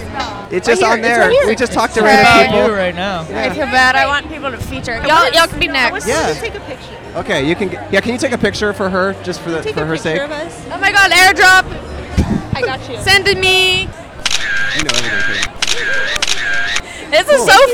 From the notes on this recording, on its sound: Outside A College Rodeo Bar In The South. In Fayetteville, Arkansas.